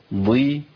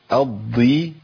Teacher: ان الضاد المكسوره لسه فيها تفخيم عالي شويه عن حروف زي القاف والغين والخاء كده